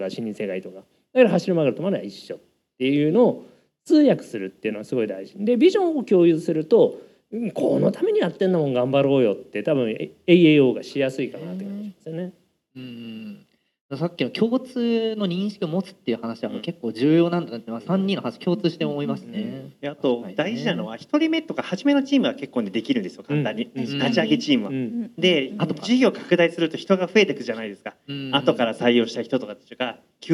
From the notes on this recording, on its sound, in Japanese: 公開収録。